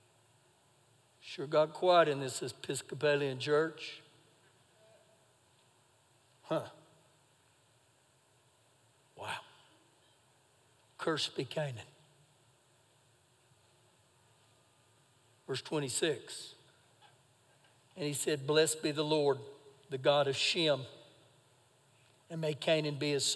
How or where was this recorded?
large echoing room